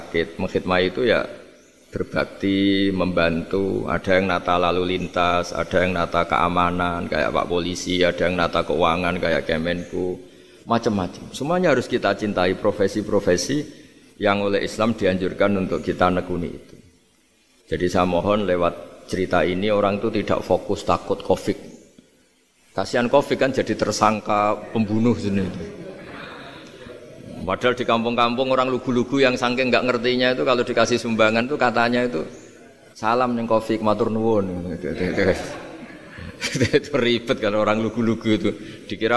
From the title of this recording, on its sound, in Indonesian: Ngaji di RSUD dr. Soetrasno Rembang HUT ke 66, 13 Februari 2021